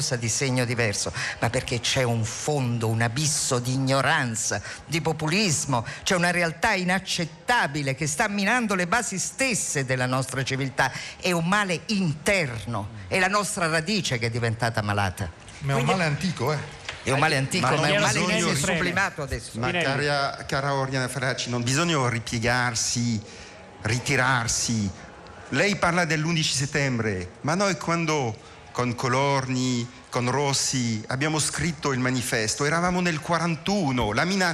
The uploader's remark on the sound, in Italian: In diretta dalla Nuvola ! Alla fiera "Più libri più liberi".